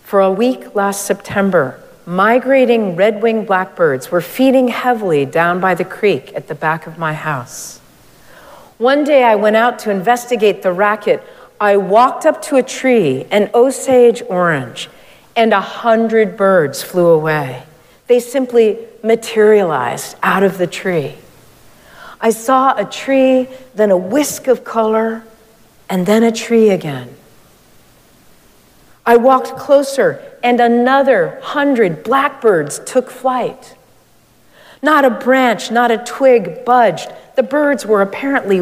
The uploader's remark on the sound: Recorded live at Arlington Street Church.